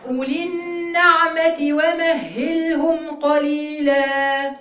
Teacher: النون مفتوحة حبايبي مش مكسورة مش النعمة النعمة النا خلاص أولي النعمة ومهلهم قليلا.